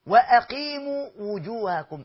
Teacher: إطباق الشفتين في الواو جميل، إذ أن مخرج الواو من الشفتين